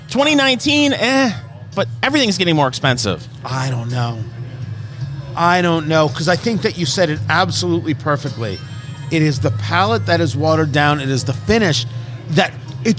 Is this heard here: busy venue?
yes